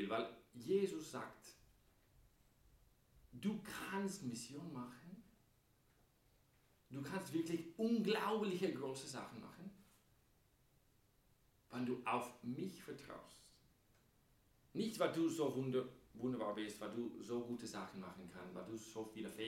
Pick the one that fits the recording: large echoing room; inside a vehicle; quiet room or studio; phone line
large echoing room